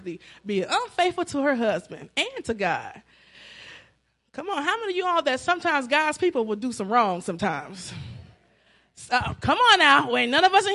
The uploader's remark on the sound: Celebration Of Praise And Worship Service